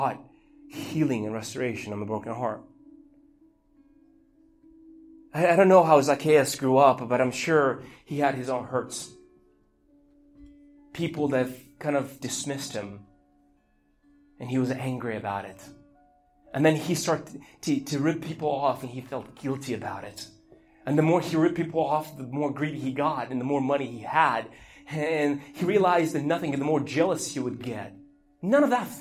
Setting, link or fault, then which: setting, large echoing room